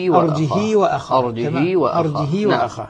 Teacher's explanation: ورش والكسائي يقرآن بترك الهمز وكسر الهاء وإشباعها